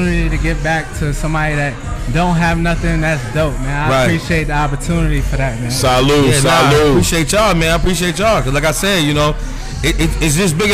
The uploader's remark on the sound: New Episode recorded LIVE at the 93.9 Power Hitz Radio Christmas Toy Drive..